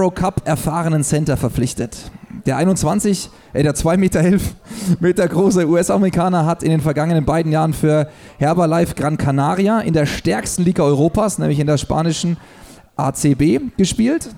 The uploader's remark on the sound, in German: LIVE aus dem Kullman's Grill & Diner am 22.10.2019!